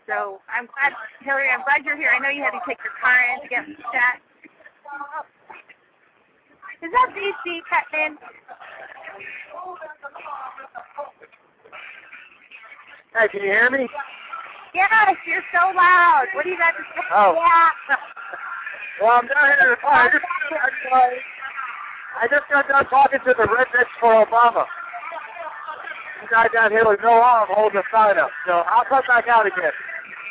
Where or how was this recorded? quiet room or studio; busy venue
busy venue